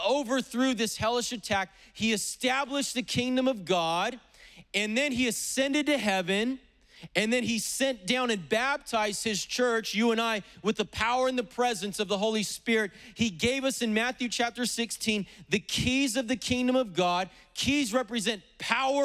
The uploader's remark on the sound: preached on August 8th at the 11:30AM service